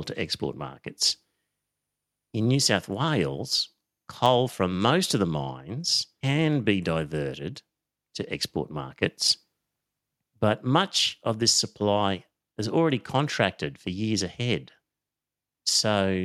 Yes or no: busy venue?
no